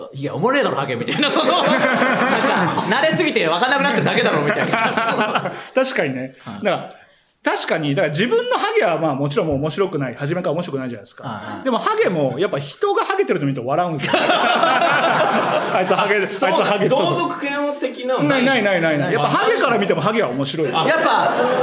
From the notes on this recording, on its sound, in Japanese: 八丁堀まで来て！人集めて！第二回公開収録 昼の部。公開収録です。